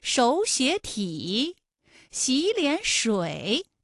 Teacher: 第一个音节、第二个音节都变成三五，就是二声 · Term: 三声